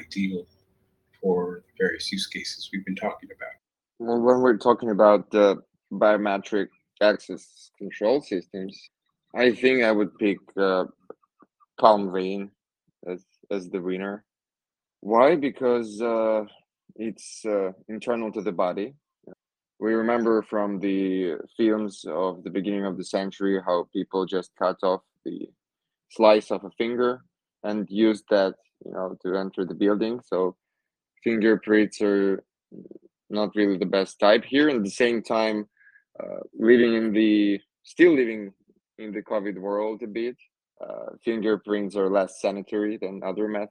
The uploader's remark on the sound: Recording of the Fireside talk which took place in Humanode telegram voice chat on 18th of May, 2022.